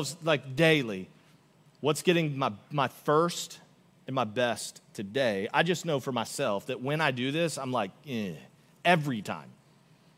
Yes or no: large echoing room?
yes